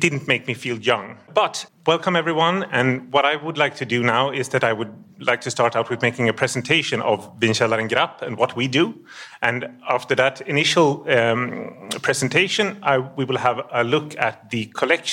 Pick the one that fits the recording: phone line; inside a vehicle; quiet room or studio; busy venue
busy venue